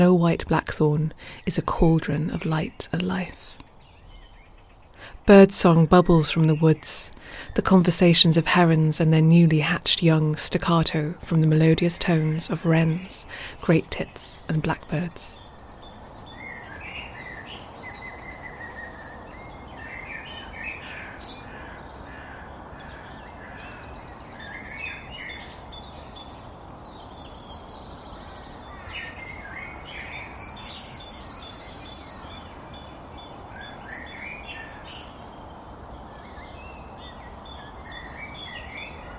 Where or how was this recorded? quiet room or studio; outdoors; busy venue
outdoors